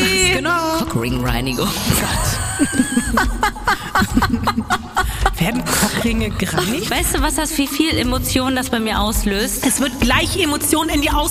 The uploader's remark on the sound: LIVE in Hamburg